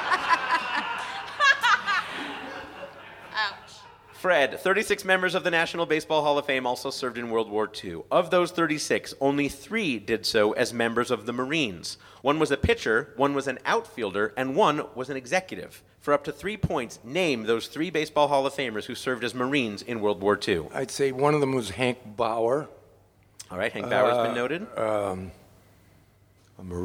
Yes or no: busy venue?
yes